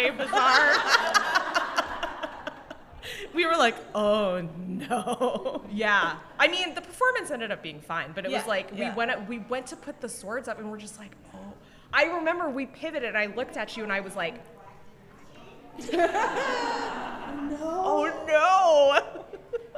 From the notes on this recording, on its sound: Got on stage at Reunion 2020 for their first (and maybe only) live episode. A few brave souls joined us for the largest intro clap ever. This episode was filmed live on January 25, 2020 in Scottsdale, Arizona, as part of Reunion 2020.